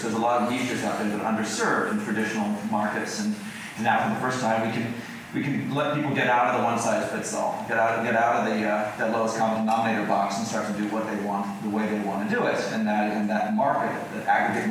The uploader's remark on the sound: Recorded at Vidfest, in Vancouver, Canada